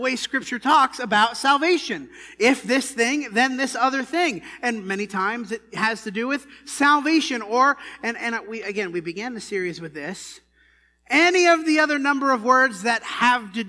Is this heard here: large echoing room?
yes